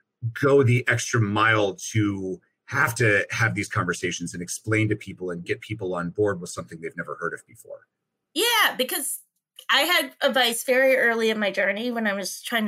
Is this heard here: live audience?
no